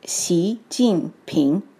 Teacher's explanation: Each syllable in President Xi's name has a tone. Xi is rising, Jing is falling, and Ping is rising. What that sounds like altogether is Xi Jinping.